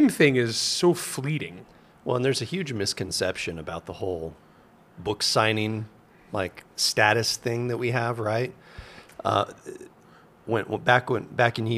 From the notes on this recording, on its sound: attended the 20Books Vegas 2023 conference where they took the opportunity to do a live interview